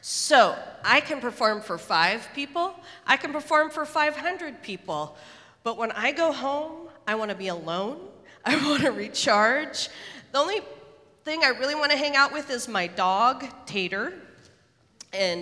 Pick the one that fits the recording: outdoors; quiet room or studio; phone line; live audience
live audience